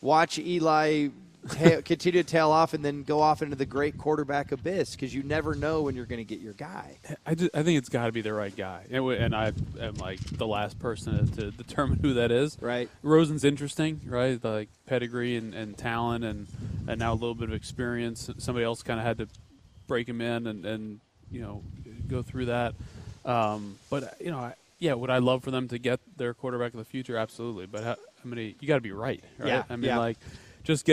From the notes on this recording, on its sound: live from the Do It For Durrett event